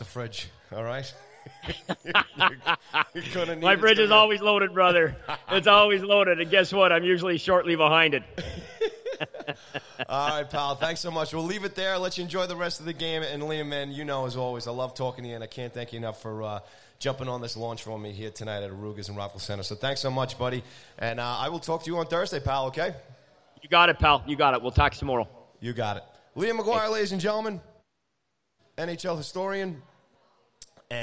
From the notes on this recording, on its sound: Live From Arooga's. Live and on-location from Arooga's Grill House and Sports Bar in Rockville Centre, New York.